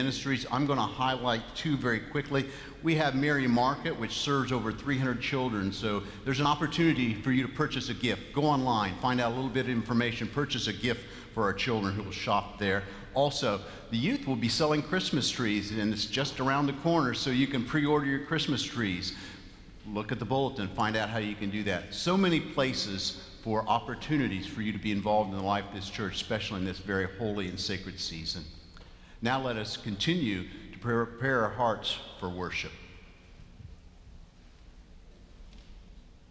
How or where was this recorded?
large echoing room